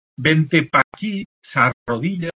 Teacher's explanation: la supresión de la vocal final de una palabra y al comienzo de otra que también empieza por vocal